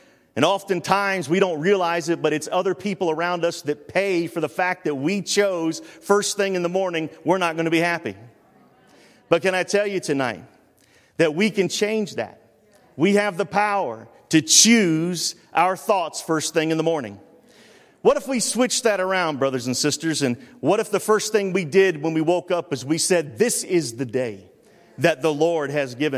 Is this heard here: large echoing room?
yes